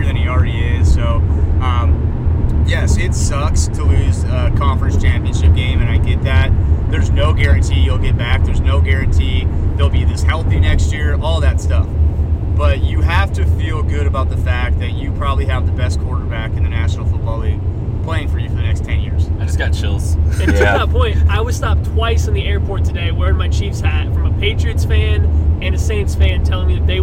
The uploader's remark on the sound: From the car!